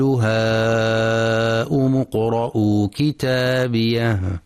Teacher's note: ينتبه القارئ في كلمة هاؤم للمد المتصل الواجب فلا يقرأ بقصر الألف